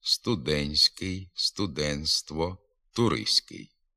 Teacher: Наводимо групи приголосних, у яких буква «Т» пишеться, але не вимовляється. Звук «Т» зникає при вимові в групах «НТСК», «НТСТ», «СТСК». Пишемо «студентський», «студентство», «туристський», а вимовляти треба «студентський», «студентство», «туристський».